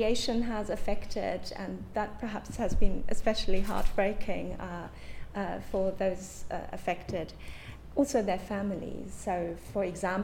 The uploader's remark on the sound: Talk recorded at event Wednesday 23 October: 6:00pm - 7:30pm St John's College Fisher Building, St John’s Street, CB2 1TP